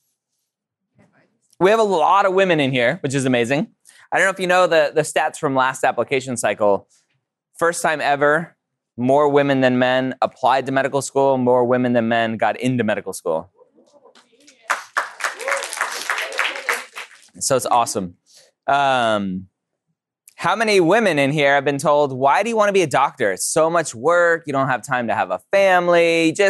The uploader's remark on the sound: Live at the UC Davis Pre-Health Conference! Address to a live audience at UC Davis!